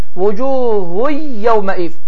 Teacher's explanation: Vucuhun sözünün sonunda olan nı oxunmur və bu ikinci hərif isə, yəni yə hərfi isə şəddələnərək burunda oxunur. · Term: idğam məl ğunnə